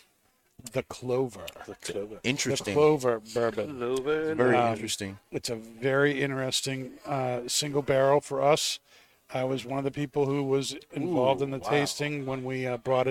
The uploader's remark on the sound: Recorded live from the 7-20-4 Lounge!